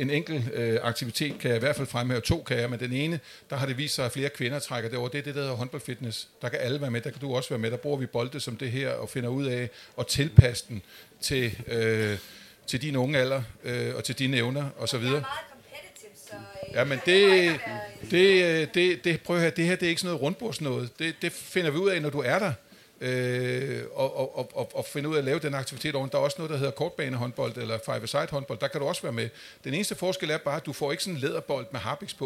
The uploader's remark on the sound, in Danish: Folkemødet 2023 Special. Optaget live lørdag den 17. Hos Dansk Håndbold på Folkemødet.